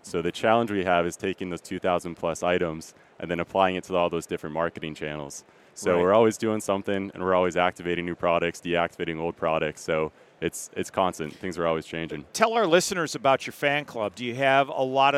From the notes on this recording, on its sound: This episode was recorded during the National Restaurant Show in Chicago.